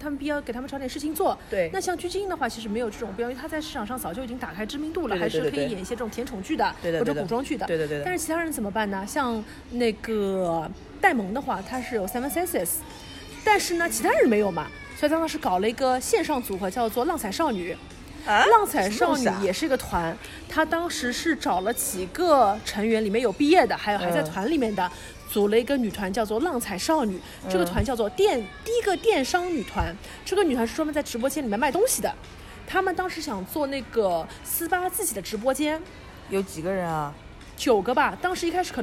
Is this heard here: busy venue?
yes